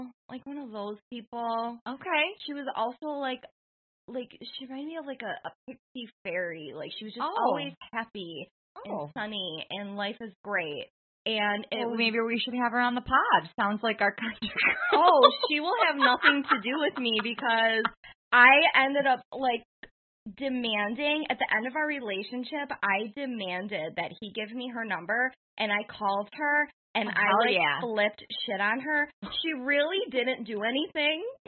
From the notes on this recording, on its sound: For their very first live recording, they were flying high’. Please bear with us as we get our studio set up – the sound isn’t up to our normal high quality.